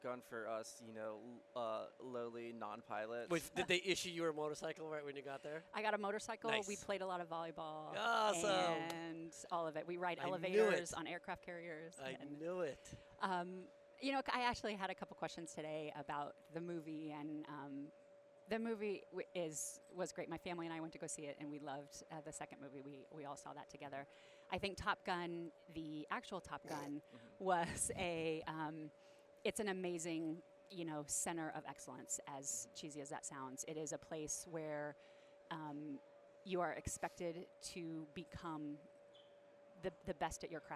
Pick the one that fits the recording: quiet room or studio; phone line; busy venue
busy venue